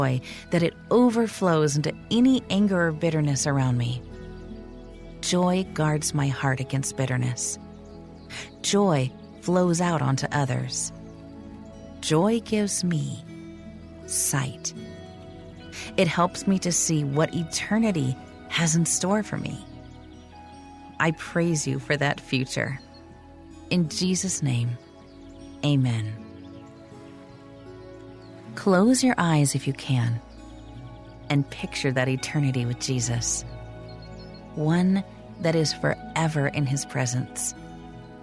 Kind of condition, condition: fault, sounds in the background